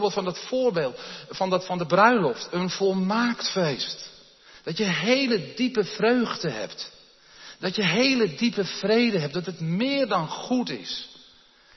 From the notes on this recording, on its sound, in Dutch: opgenomen in de Jeruzalemkerk te Groningen